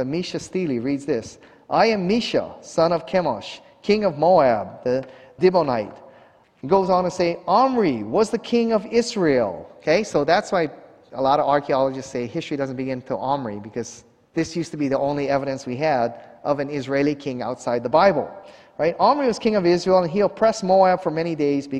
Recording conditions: large echoing room